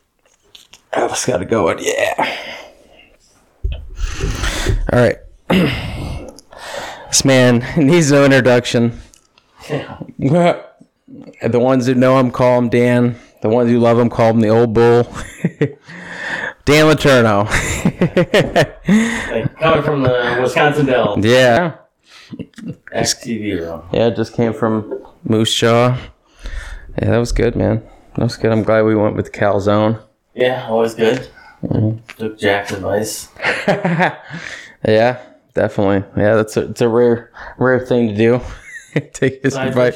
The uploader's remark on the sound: After a late dinner at Wisconsin Dells. I apologize in advance for the hollow sound quality. We were in a cabin.